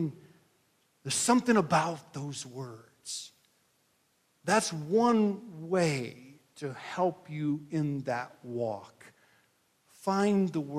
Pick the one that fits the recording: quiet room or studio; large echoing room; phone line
large echoing room